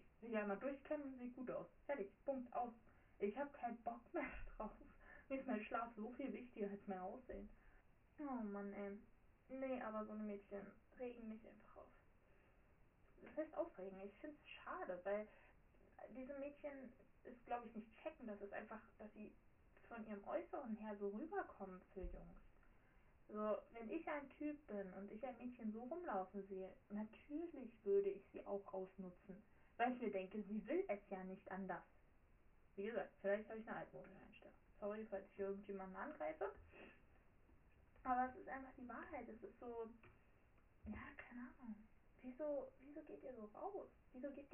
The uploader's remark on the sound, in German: sorry für den Ton